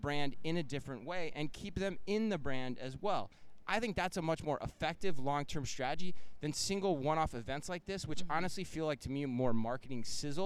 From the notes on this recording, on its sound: live from Shoptalk Europe in Barcelona